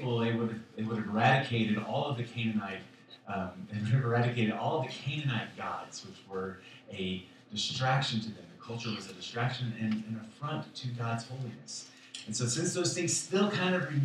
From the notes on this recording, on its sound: Sorry for the audio. We forgot to plug the mic into the mac...